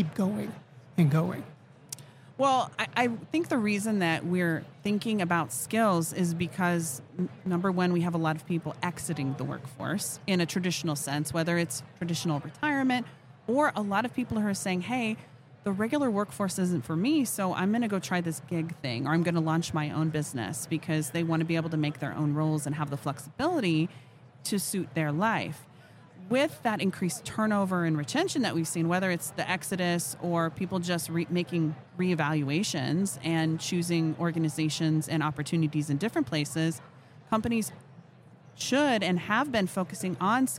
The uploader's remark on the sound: Live at HR Tech 2022